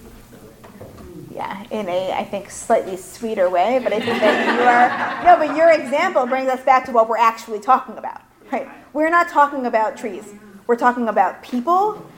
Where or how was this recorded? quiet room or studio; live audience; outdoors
live audience